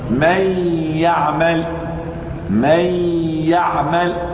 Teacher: وإذا قلت، من يعمل، من يعمل، النون هنا، النون هنا دخلت في الياء، لكنها عندما دخلت في الياء بقيت الغنة قبل النطق بالياء، بقيت الغنة، أنا أدخلت النون في الياء لكن بقيت الغنة، لم تستطع الياء أن تحمل الغنة وتدخل الغنة فيها. · Term: إدغاما بغنة ناقص